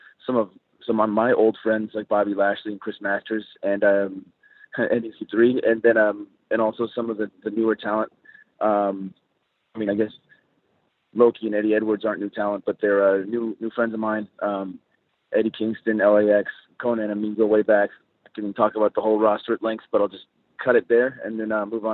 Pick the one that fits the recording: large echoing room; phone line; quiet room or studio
phone line